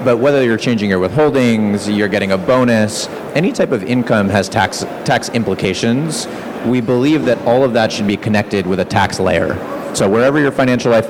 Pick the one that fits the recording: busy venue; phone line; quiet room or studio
busy venue